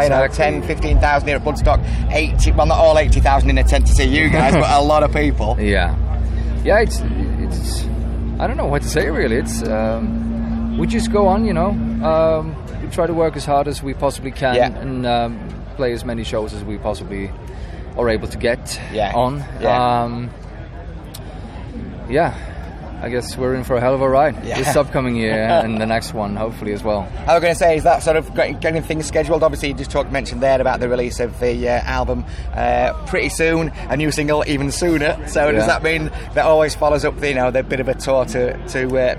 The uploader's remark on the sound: ahaead of the set on the Sophie Lancaster stage at this years Bloodstock festival 2022